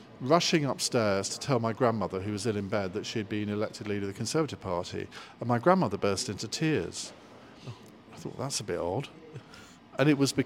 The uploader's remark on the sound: Today we are at Gloucester History Festival